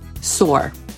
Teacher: Amerykanin znowu wymówi to R na końcu, czyli powie sore.